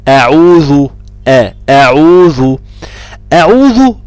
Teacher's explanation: قولها لا ما تفخمش، فخمت الهمزة يبقى هتفخم العين، هتفخم اللغة، هتفخم الذال، وما فيش ولا حرف منه أصلا مفخم